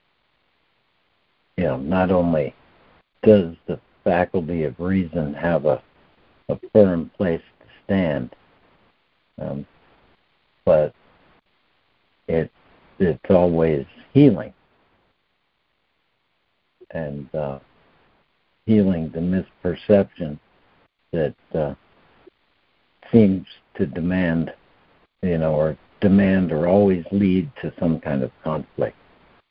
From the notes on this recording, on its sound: ACIM Daily Conference Call.